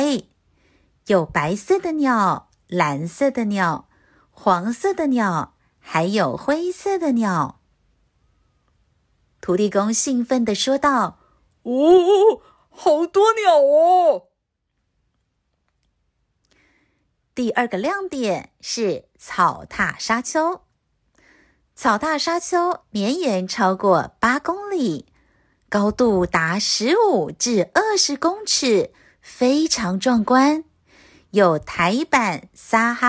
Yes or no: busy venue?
no